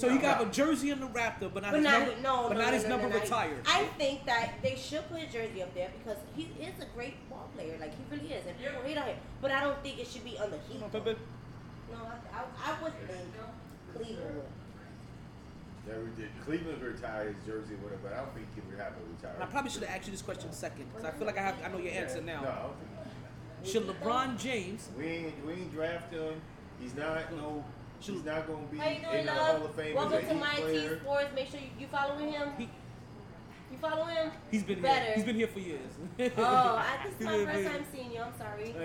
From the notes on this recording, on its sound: Monday Night live from Sharkeys